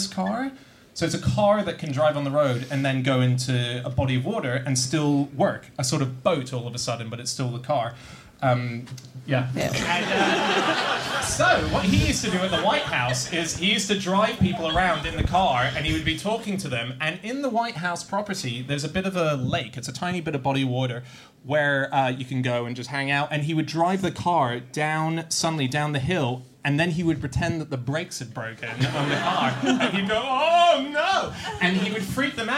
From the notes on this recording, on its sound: Live from Up The Creek in Greenwich to celebrate the third birthday of the podcast